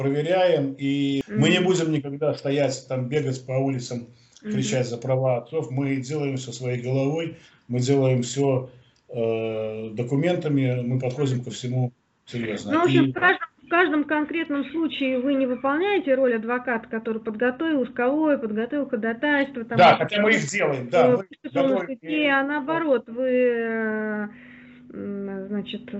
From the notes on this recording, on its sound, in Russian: Первая запись нашего телемоста Москвы и Минска